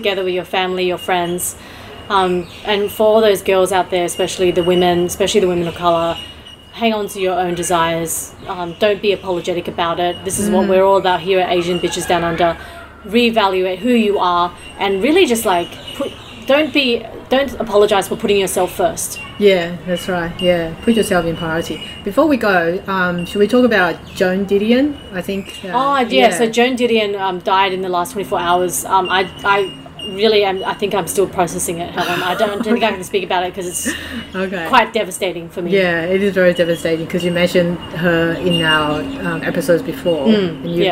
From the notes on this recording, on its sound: (Please enjoy the therapeutic sound of this episode's surrounding, and excuse the noise in the background, LOL).